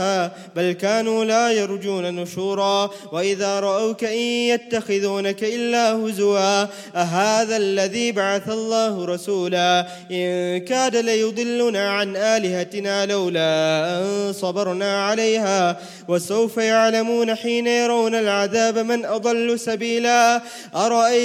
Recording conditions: large echoing room